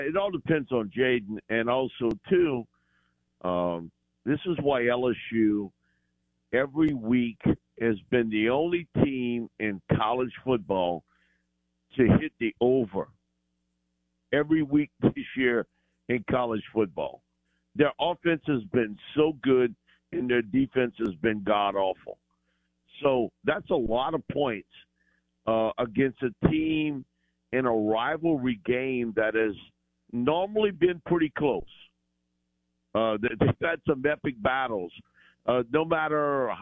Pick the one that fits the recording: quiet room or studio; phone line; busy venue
phone line